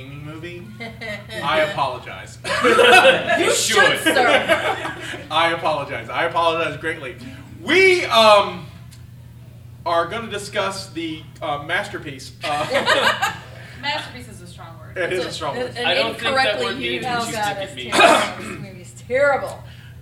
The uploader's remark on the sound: LIVE at MOBICON 2018